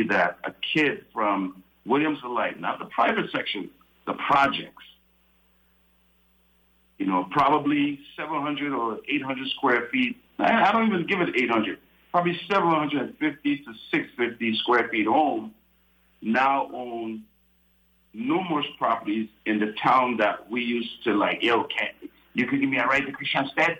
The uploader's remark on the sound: Broadcasting from St Thomas. Speaks on the phone. From The Lofts at Company Street.